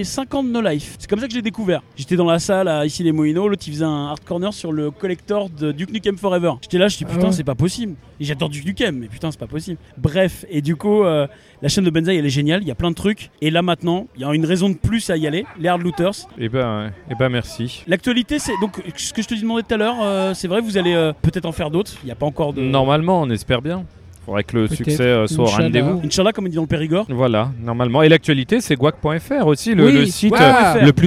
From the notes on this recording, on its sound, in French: Lors de la Retrogaming Play, notre équipe a enregistré une série d’interviews